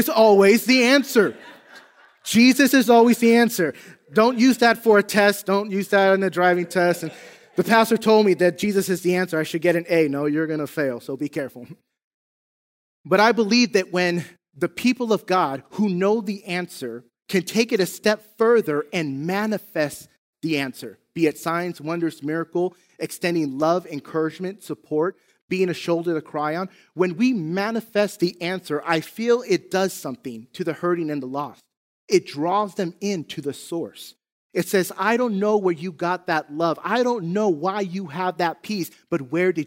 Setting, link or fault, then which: setting, large echoing room